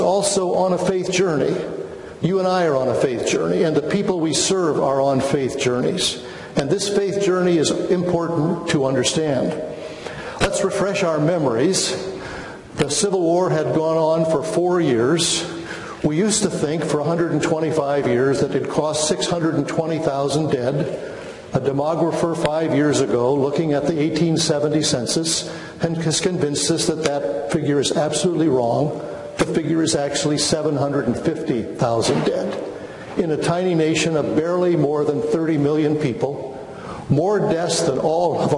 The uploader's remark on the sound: Chapel Lecture